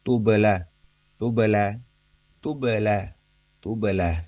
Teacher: Seperti kita membaca memang ketika huruf ba sukun ini itu yang kondisinya tidak diterminasi atau tidak diimbuhi dengan bunyi hamzah sukun, yang seakan-akan kita baca huruf ba sukun itu seperti kita mencoba apa, seperti kita membiarkan huruf ba sukun ini terpantul dengan mungkin vokal e gitu ya. · Term: qalqalah